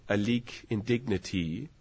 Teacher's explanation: in early modern English in Shakespeare's time, alike and dignity were homophones. The vowel was the same.